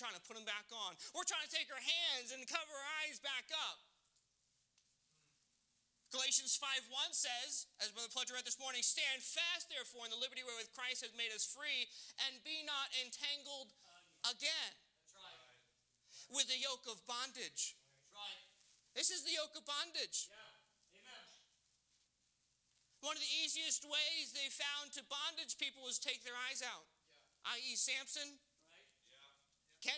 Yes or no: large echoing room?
yes